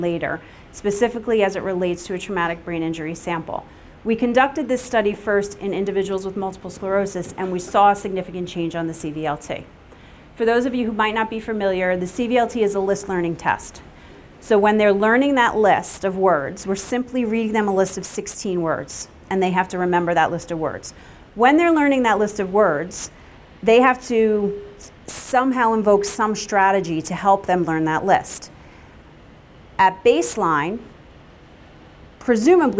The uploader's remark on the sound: Welcome to the 2019 Brain Injury Conference. At the Kessler Institute for Rehabilitation, Chester Campus, Chester, New Jersey.